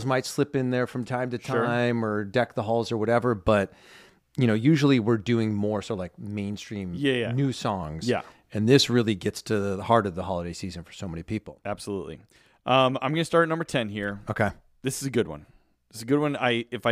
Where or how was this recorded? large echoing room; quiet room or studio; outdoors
quiet room or studio